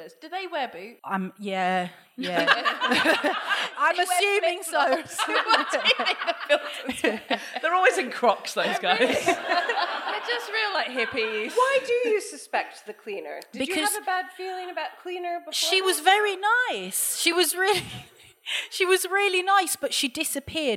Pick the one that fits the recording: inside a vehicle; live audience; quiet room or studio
live audience